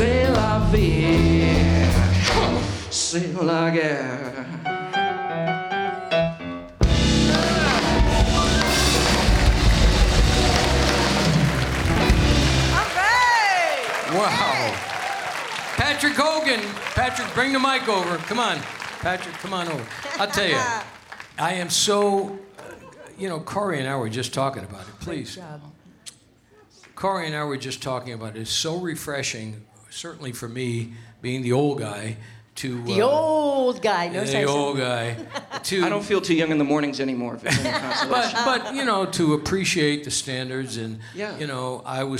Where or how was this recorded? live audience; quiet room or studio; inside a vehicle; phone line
live audience